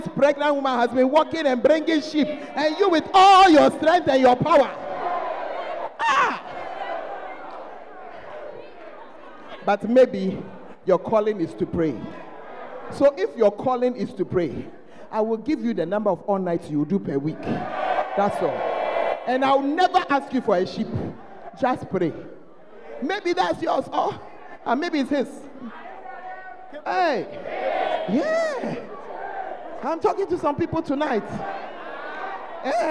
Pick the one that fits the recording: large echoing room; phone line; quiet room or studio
large echoing room